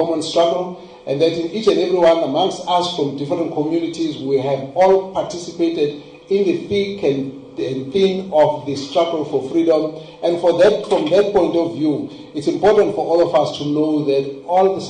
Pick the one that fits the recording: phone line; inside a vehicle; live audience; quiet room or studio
live audience